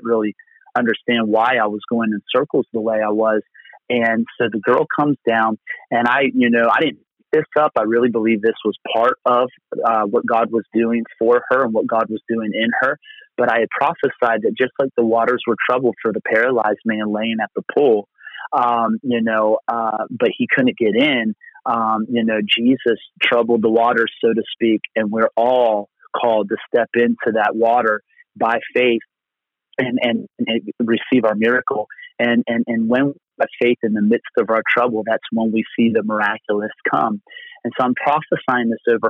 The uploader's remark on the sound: Location: Phone. Location: Phone.